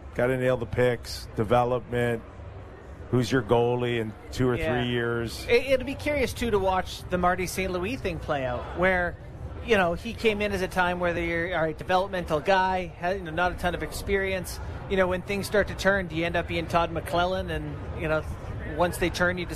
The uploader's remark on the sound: Live at Fan Fair. Are live at All-Star Fan Fair to break down a news-filled day in the NHL!